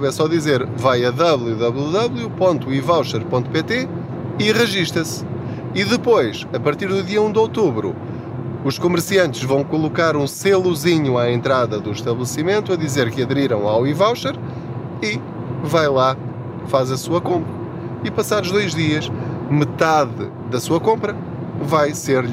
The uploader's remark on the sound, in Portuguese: Não ligue aos barulhos da viagem.